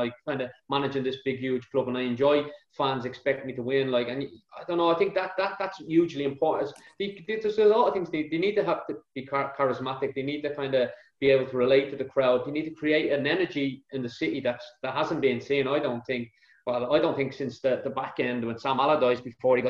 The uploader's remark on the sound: The Echo team decided it was about time we held a virtual Christmas Party! We invited some loyal Sunderland fans to join us on a special Zoom call.